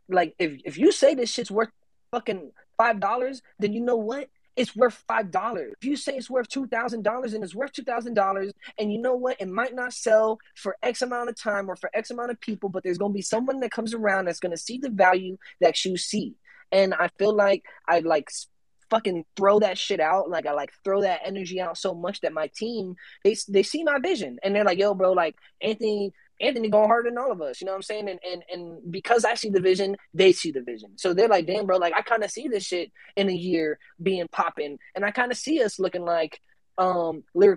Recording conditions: video call